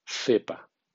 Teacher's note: Observa cómo la C pone un obstáculo al aliento. La E lo deja libre, la P vuelve a interrumpirlo y la A lo libera.